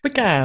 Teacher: put the emphasis on the second syllable